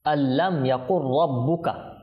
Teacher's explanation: নুন সাকিনের পর লাম এসেছে, ইদগামে বেলাগুন্না বলে এটাকে, গুন্নাবিহীন ইদগাম